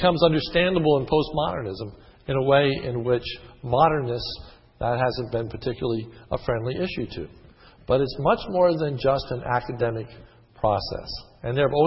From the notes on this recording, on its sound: This sermon was recorded on 5/09/10 in the evening service.